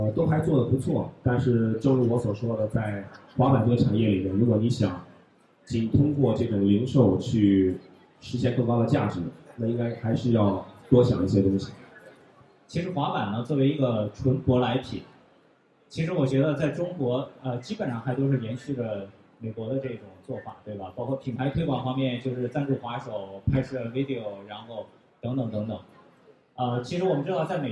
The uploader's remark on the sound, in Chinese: ISPO Beijing 2015 现场特别版。全球最大的体育产业行业展会 - ISPO 北京 2015 的现场录制了一期特别节目。